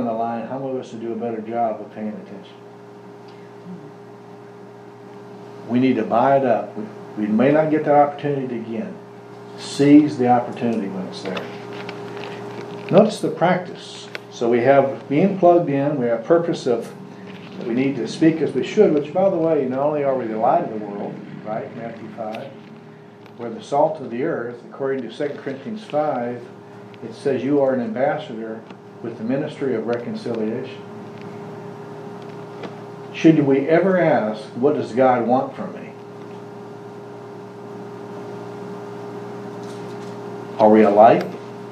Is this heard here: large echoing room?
yes